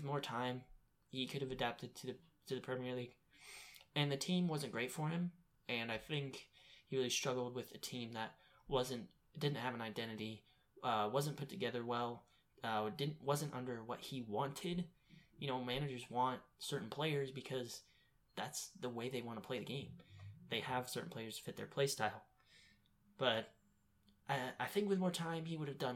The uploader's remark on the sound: Audio is a bit quiet in this trailer episode.